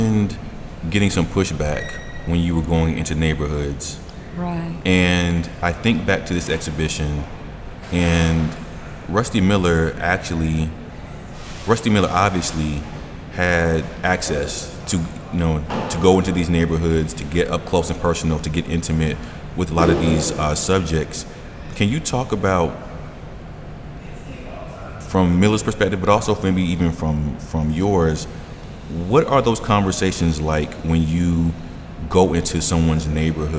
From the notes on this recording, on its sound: Recorded live at Gallery 72